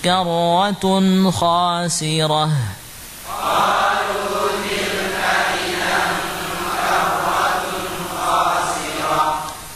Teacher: Ya, tak marbutah. Kalau disukun, diwaqafkan jadi ha.